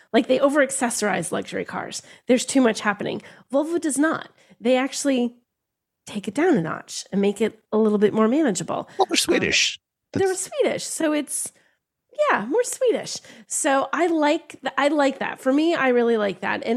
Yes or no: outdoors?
no